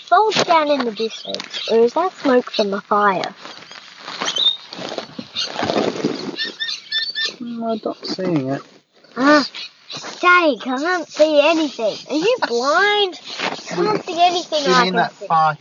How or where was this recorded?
inside a vehicle